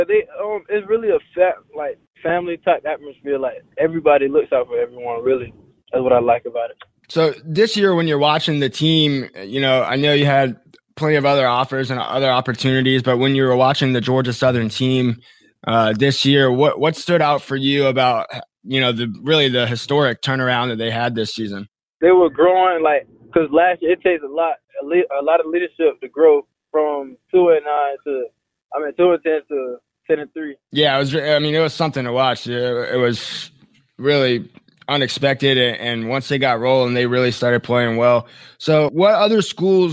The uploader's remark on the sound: joined over the phone